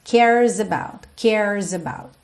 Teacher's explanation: Cares about, e esse S acaba tendo um som de Z, porque ele tá juntando no about